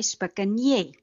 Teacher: By spikenes word die N as 'n NJ uitgespreek wat 'n palatale klank is en daar dieselfde NJ klank, nee klank, hoor ons dan by spikenje. Al wat nou gebeur het, is dat die slot RS net weggeval het.